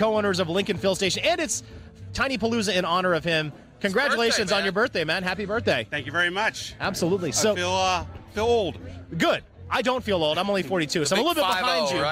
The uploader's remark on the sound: Live from TinyPalooza Craft Beer Fest. Go LIVE in Snellville, Georgia for TinyPalooza at Lincoln Fill Station.